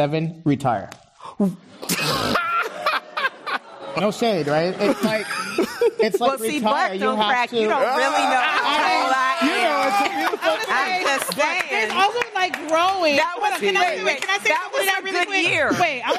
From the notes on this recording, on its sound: This program was recorded in front of a live audience at The Commonwealth Club of California in San Francisco on October 25th, 2019.